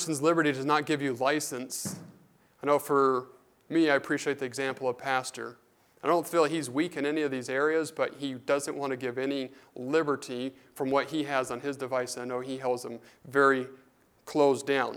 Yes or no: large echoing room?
yes